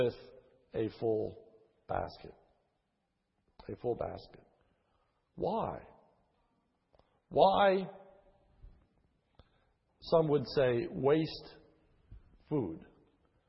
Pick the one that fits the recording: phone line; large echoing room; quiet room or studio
large echoing room